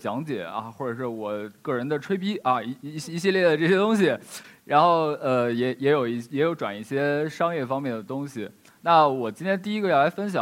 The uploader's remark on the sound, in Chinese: 一席现场